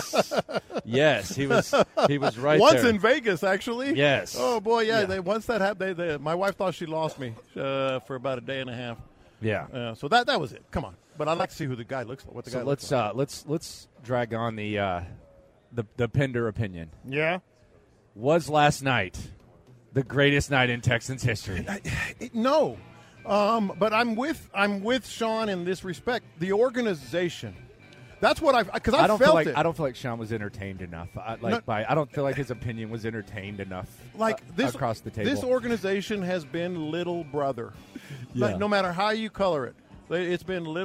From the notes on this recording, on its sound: In The Loop LIVE In Vegas. Live from Radio Row.